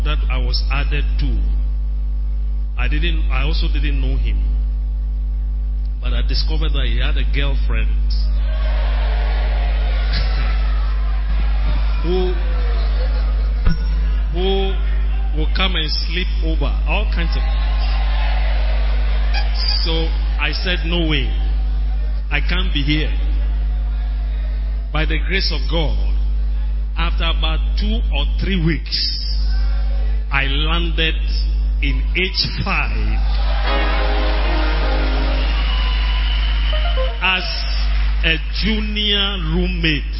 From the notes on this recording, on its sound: Preached at the Lighthouse Chapel Int. King Of Kings Cathedral, Achimota.